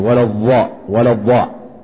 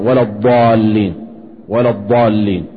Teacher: يجعلون ميلان للسان في طرف الثنايا اليسرى مع تفخيم · Shown in: first take